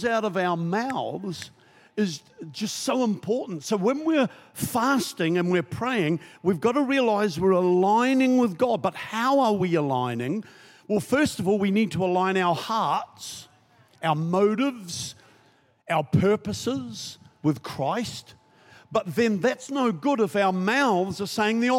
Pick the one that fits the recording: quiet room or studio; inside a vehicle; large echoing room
large echoing room